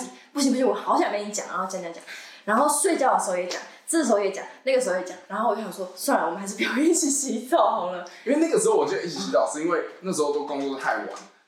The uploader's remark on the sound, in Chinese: 試錄集，錄音品質敬請見諒